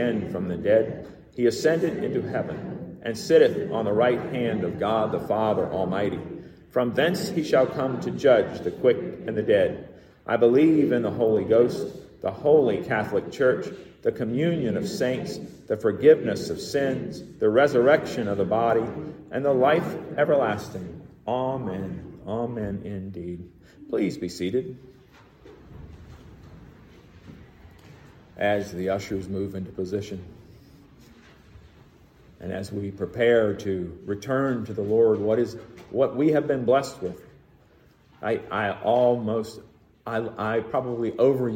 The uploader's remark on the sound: Recorded in the MPPC sanctuary